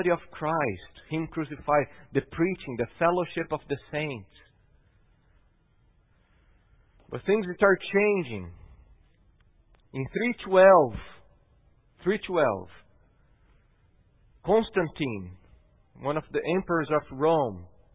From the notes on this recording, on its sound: at Gracious Cross Reformed Church Salem on Sunday, November 1st, 2020